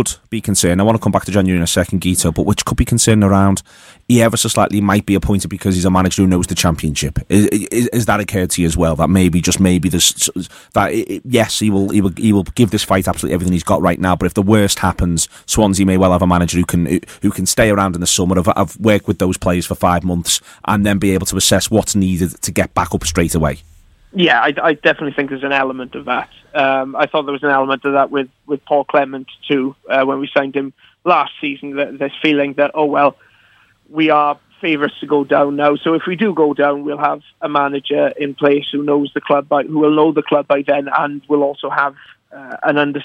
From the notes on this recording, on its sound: On today's Friday show we were joined on the phone